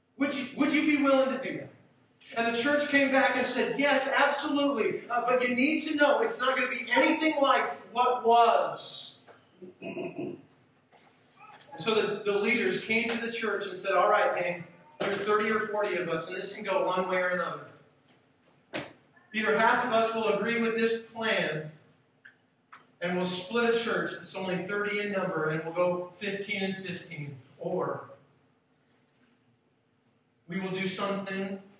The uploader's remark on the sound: We apologize for the poor audio quality of this message recording.